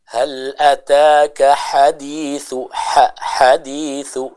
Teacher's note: huruf ha diucapkan dari tenggorokan bagian tengah